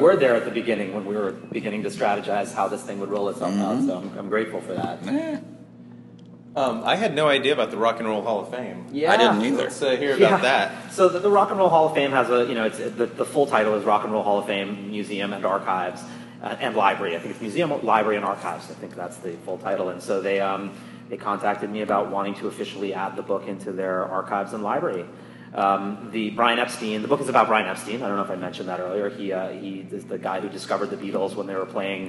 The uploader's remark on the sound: LIVE from Baltimore Comic Con! In this episode, we are LIVE from Charm City!